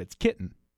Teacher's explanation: It's not that really harsh stop like you might hear with the lower class British glottalization